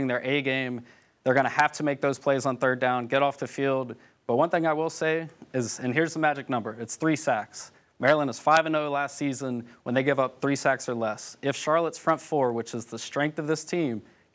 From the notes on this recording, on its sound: LIVE reaction from the NASCAR Playoffs in Darlington